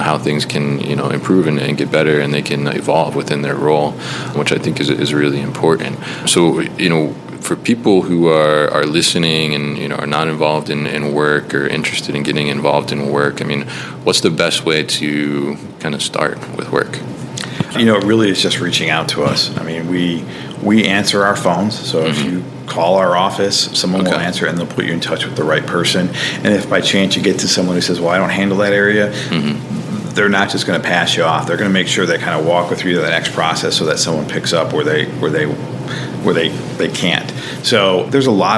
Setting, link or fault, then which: setting, busy venue